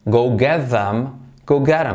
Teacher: La T de get se convierte en R suave. Se omite la TH de them.